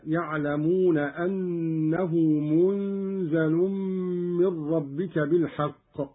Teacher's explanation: قرأ قالون بإسكان النون وتخفيف الزاي مع ملاحظة إخفاء النون عند الزاي والغنة